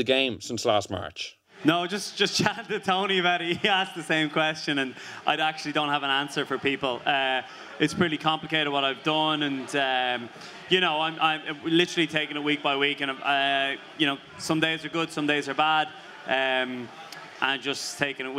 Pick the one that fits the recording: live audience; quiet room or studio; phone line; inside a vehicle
live audience